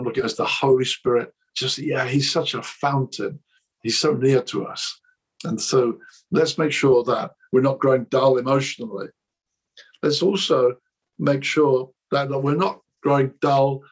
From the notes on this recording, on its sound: This message was recorded at a ChristCentral Leadership Online event in March 2021.